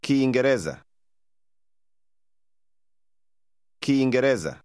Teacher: the speaker stressed the next to last part